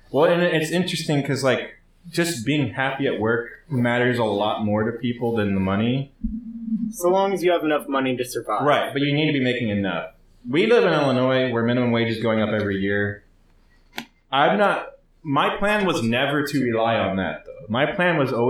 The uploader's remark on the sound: there is some audio issues but this was the best I could do.